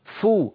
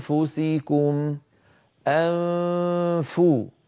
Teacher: هناك فجوة بين الأسنان والشفة السفلى يمر منها صويت فموي فو، فلما أصل إلى الفاء فو أضغط على مخرج الفاء فأنطق · Term: إخفاء النون